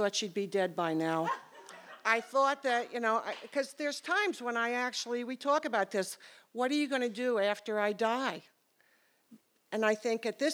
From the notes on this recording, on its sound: These stories were recorded in front of a live audience on August 20th, 2019 at Payomet Performing Arts Center in Truro, Massachusetts.